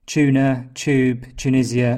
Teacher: it sounds better if you pronounce them with ch · IPA: /tʃ/